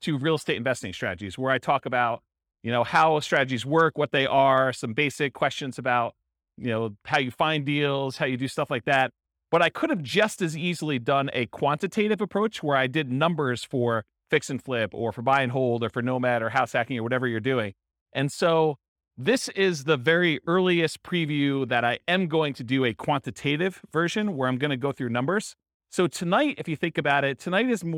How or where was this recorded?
live audience